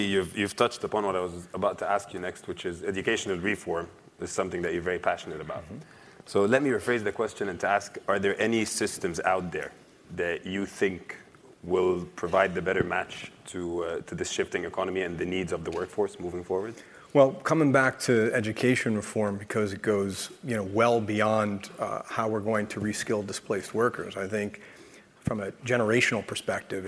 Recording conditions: live audience